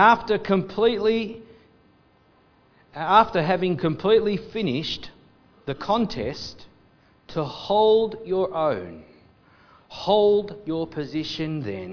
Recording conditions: large echoing room